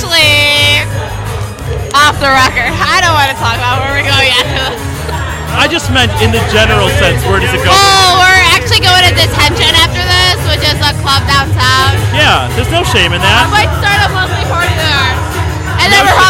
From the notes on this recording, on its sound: Recorded at the GlitterGuts Dance Punk Circus at the Metro. Featuring event attendees.